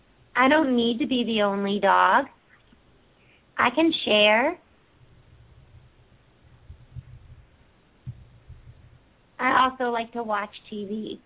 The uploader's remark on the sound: open up the lines for listeners to call